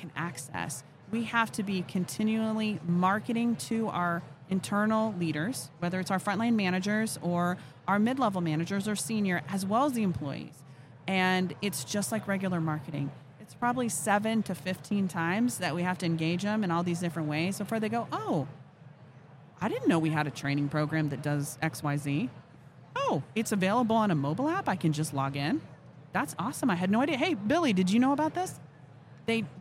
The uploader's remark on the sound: Live at HR Tech 2022